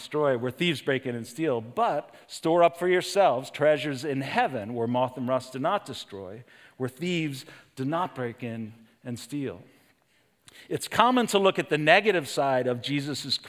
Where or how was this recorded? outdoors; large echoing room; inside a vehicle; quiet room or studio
large echoing room